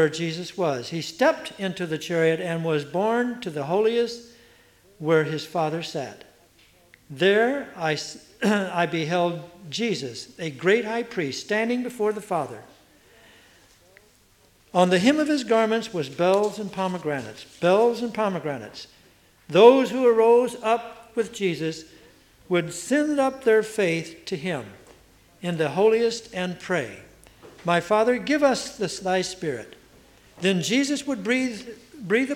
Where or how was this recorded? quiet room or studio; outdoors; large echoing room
large echoing room